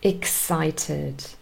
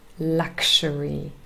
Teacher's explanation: And then we have a couple of words also with X, and the X here forms a k s k s sound. So it's ks, really two sounds that represent x, and both of them are unvoiced this time